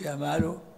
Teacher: قال يا مالو بضم اللام غير كاف. يعني الترخيم أن يسقط الحرف أن يسقط الحرف ويبقي على على ما كان على حركته.